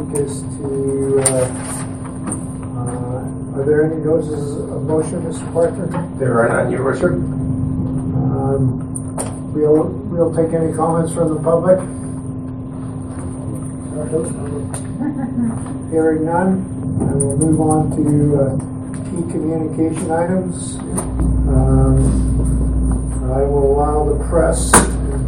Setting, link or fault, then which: setting, large echoing room